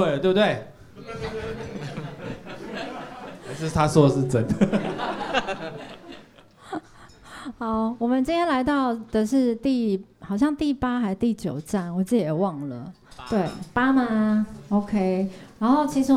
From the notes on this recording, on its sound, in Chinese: 巡演的第八站我們來到了高雄的曾記熱炒店。整集不斷地聽到大家的碗筷碰撞聲，甚至從演出開始到結束前十分鐘都沒有停止上菜。本集為高雄場現場收音錄製。左營高鐵逼逼發車聲。曾記熱炒廚房直擊煎煮炒炸聲。